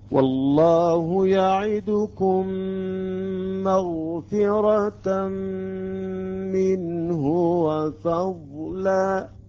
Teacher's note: عندما تصبح الميم مشددة يجب أن نأتي بالغنة أيضا، بالغنة ومقدارها حركتان، نتأخر عند التلفظ بالميم المشددة والنون المشددة.